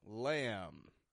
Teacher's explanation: Now, the final meat that I'd like to bring to your attention is from the animal of the lamb, L-A-M-B. Notice I'm not pronouncing the B at the end of the word lamb. I'm just making the M sound